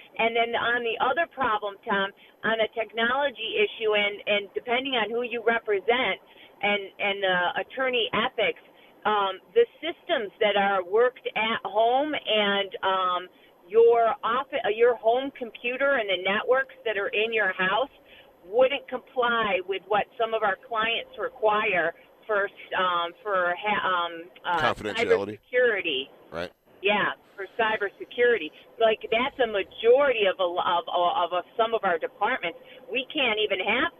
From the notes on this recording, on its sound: take your phone calls